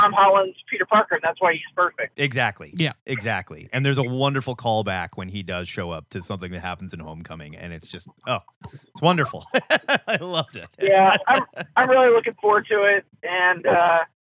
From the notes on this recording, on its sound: The weekly, comic book call-in show.